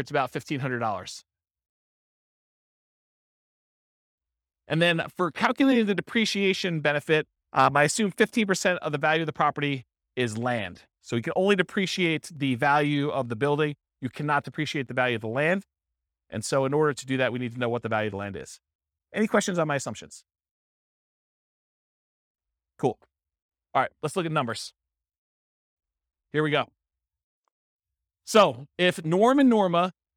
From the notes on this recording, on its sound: This was a live class recorded.